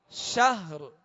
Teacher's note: آخر میں را پر را کو ساکن کر کے آواز اور سانس توڑیں گے